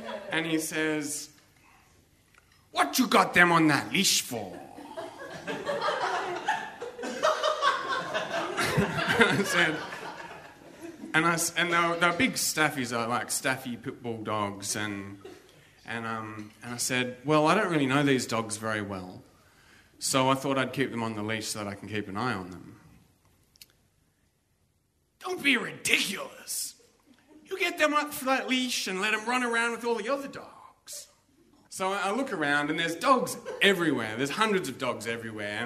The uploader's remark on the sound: Barefaced Stories are told live on stage at a tiny pub in the huge state of Western Australia.